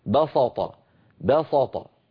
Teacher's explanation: مجاورة السين للطاء القوية المطبقة المستعلية، فإذا فخمت السين انقلبت صادا · Term: يفخمون هذه السين